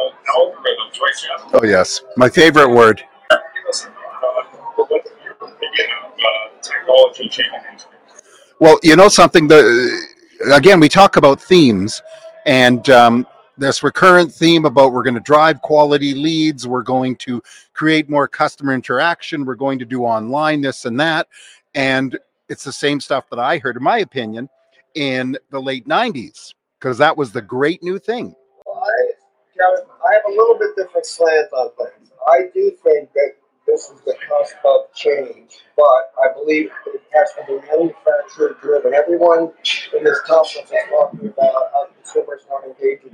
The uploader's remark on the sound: Ambush Interview Driving Sales 2022